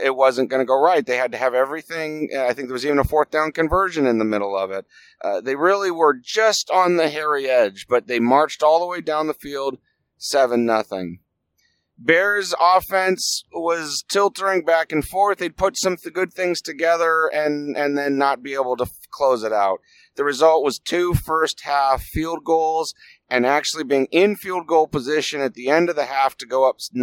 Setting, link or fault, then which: setting, inside a vehicle